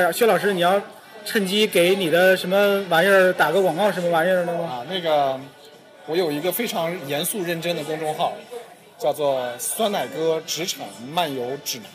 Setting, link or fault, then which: setting, busy venue